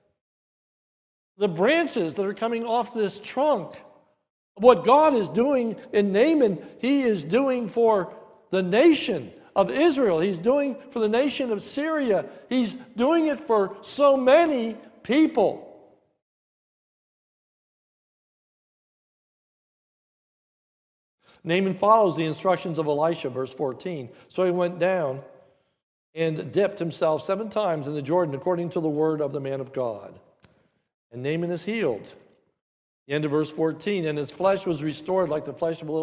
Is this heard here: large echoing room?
yes